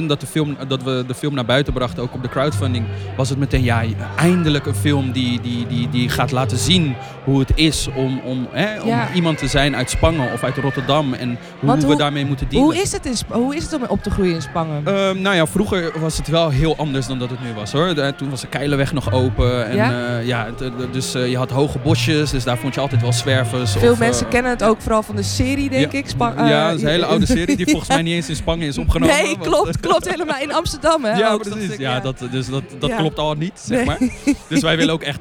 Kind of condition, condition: setting, busy venue